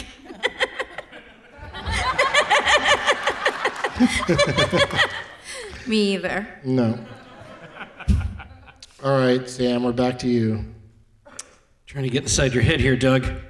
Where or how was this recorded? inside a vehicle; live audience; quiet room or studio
live audience